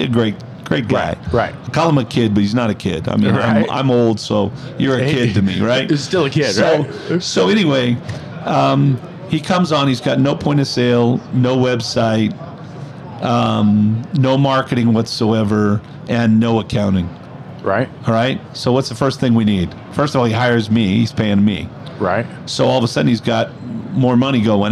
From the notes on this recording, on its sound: Live at AAPEX 2022.